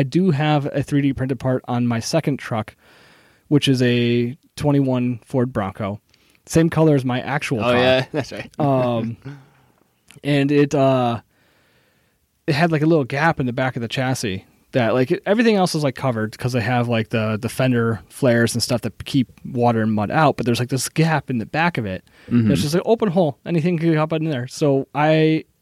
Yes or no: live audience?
no